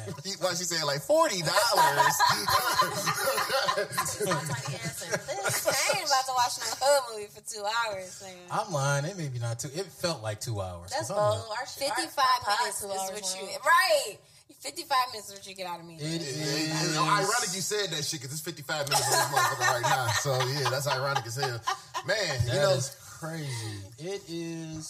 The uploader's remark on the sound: Episode 31 has issues with the sound